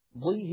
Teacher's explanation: أقل مراتب هذه الحروف هي أن يكون الحرف مكسورا فالكسر يضعف من تفخيم الحرف ولكن لا يفنيه · Term: التفخيم